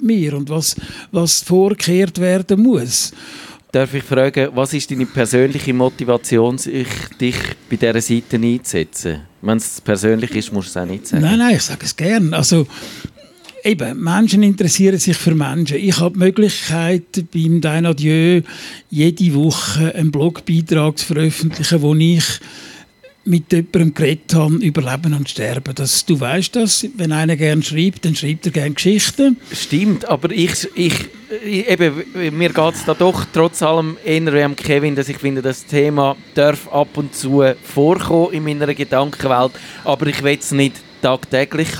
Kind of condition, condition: setting, busy venue